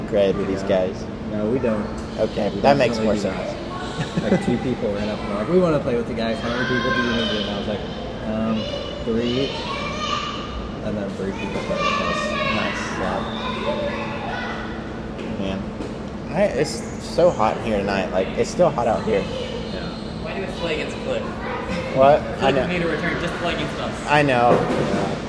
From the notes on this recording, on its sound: Our microphone didn't plug in all the way, so it was just recording from our laptop's microphone, which is way worse quality, so we are very sorry for all the background noise. The computer was facing Me, so it picked up his voice better.